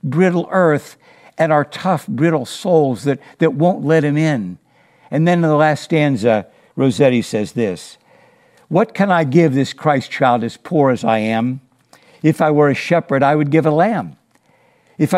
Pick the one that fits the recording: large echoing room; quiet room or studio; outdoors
large echoing room